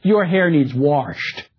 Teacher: there's an intrusive post-vocalic R after the back vowel A, which had been rounded by the pre-vocalic glide W